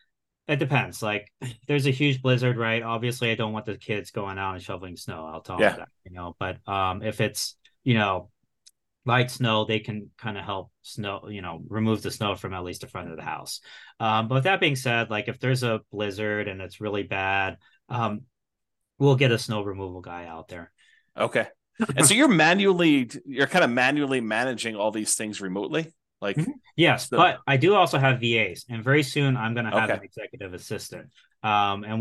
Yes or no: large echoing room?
no